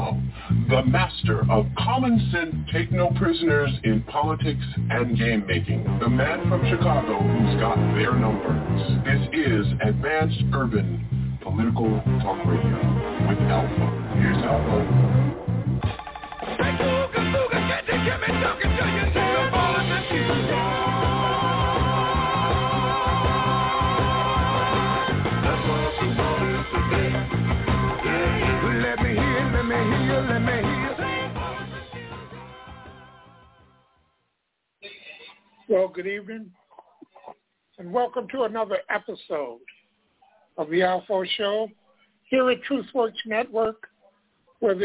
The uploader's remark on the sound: Live & Call-In